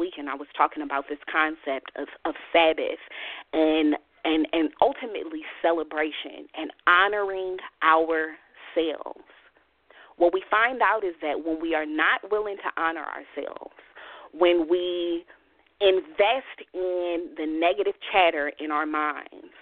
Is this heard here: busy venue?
no